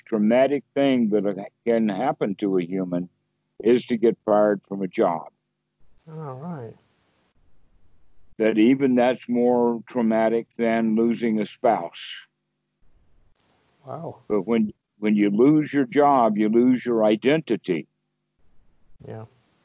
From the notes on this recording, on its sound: The date in the title indicates the date the call was recorded. Skype calls on this channel.